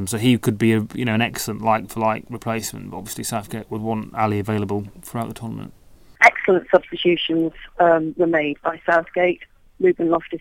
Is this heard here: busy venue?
no